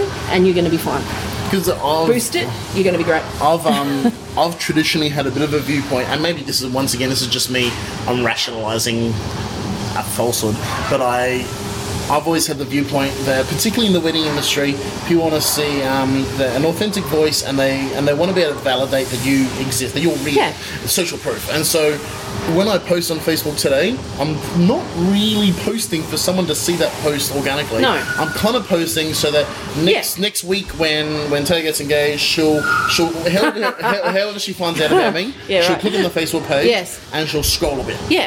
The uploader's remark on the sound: an apologize for a kitchen in the background when we're recording in Brisbane